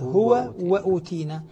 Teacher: الهاء مضمومة وبعدها واو مشددة، فالواو المشددة أولها واو ساكنة، فكأنه قال هذه الواو الساكنة قد تتأثر بالضم الذي قبلها فتصبح مدية، فبالمد علل، يعني علته في ذلك أنها تنقلب إلى حرف مد، رد هذه العلة بقوله: ويأتي يوم أدغموه. · Term: الإدغام